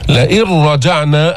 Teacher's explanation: أدغمنا النون الساكنة في الراء إدغام كامل بدون غنة · Term: إدغام بدون غنة